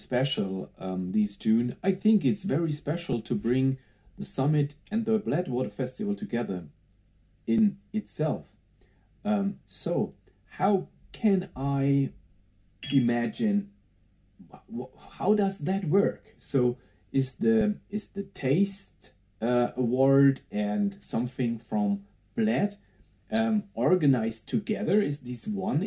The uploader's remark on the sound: Sorry for the bad audio quality